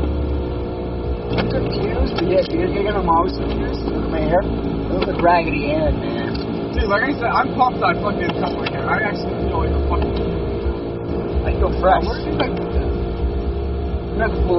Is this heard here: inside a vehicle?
yes